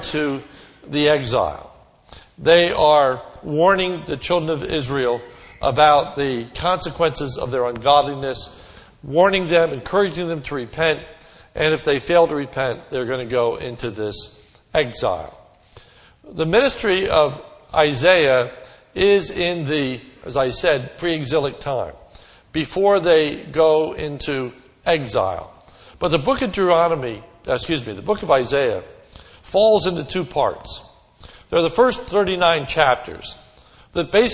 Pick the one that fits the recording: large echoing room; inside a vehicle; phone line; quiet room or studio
large echoing room